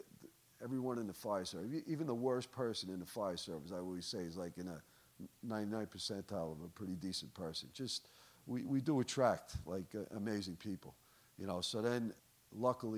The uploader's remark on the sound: The recording you'll hear in this episode took place at our National Leadership and Performance Summit in Annapolis, Maryland, in April 2023.